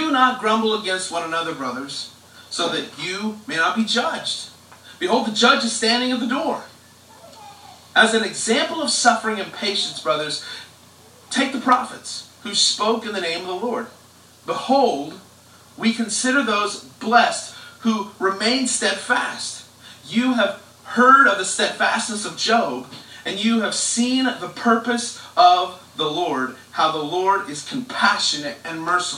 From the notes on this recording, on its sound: We apologize for the audio quality.